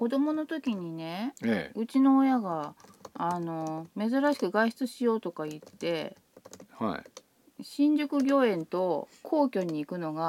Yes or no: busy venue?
no